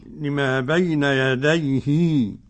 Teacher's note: قرأ الإمام ابن كثير بصلة الهاء أي بمدها حركتين، يصل الهاء بياء يديه لما بين يديه.